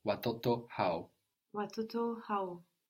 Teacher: So the W in hawa disappears and we get how.